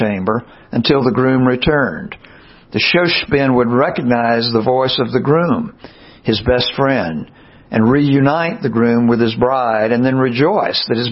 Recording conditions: large echoing room